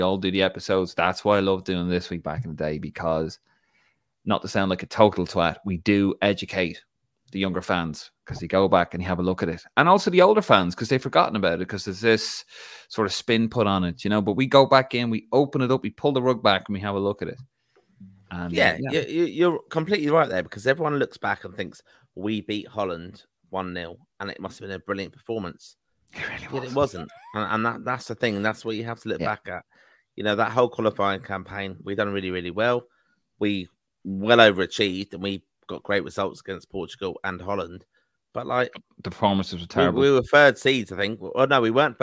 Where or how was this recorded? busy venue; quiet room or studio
quiet room or studio